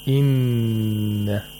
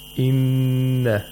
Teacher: you hold the sound of the noon that has shadda for two vowel counts, the duration of a long vowel · Term: ghunna